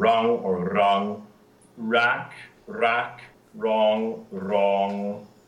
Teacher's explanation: Yeah, there must be some reason why it's like that, but certainly, yeah, no kind of glide at all of a W sound before the R · it's just plain old consonant R, not anything else before the R